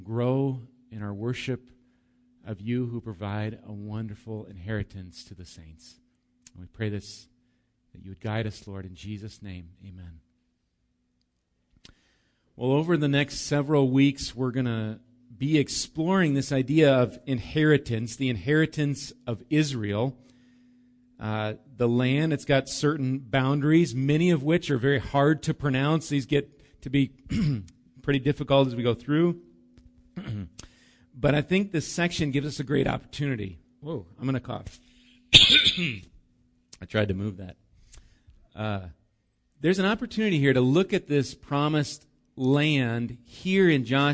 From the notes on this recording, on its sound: Recorded live at Bethany Bible Church